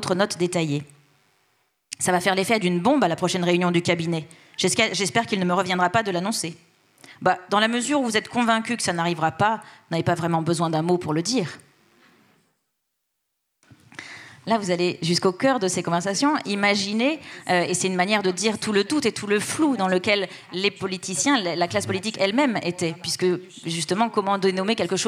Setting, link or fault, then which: setting, live audience